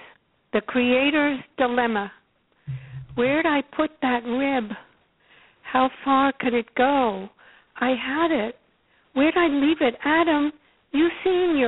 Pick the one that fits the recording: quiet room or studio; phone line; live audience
phone line